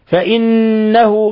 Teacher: نون مشددة يغن مقدار حركتين